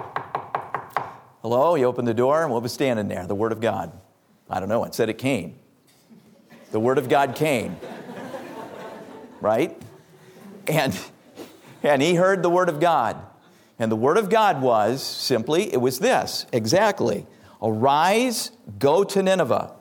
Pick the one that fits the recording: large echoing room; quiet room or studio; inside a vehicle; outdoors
large echoing room